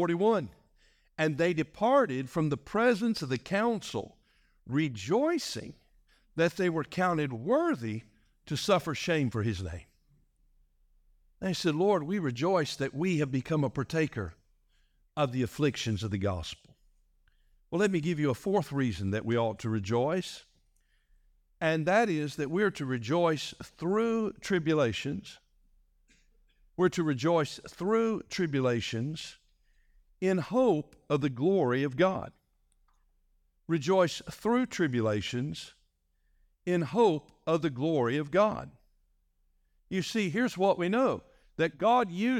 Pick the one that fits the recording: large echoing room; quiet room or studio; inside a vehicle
large echoing room